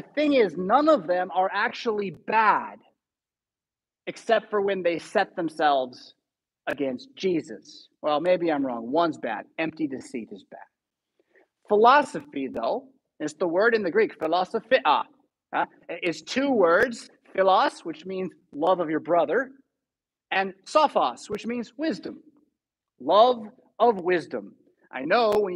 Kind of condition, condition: setting, large echoing room